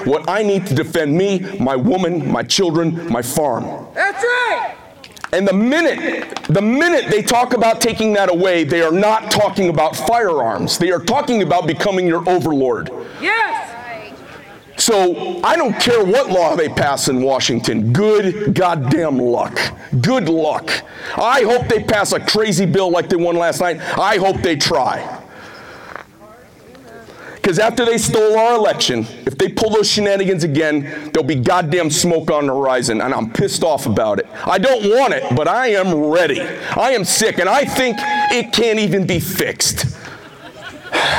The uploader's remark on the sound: Rally on the Border in Sierra Vista, Arizona. A Keynote speech at the 1st and 2nd Amendment Rally on the Arizona Border.